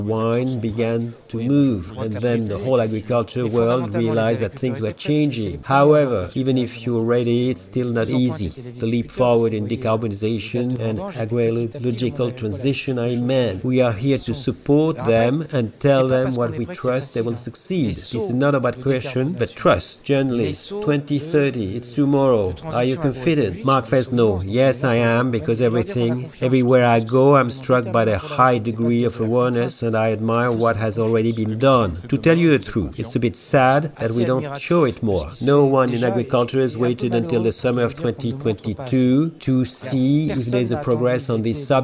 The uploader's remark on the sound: Live from the podcasts area of the 36th edition of SPACE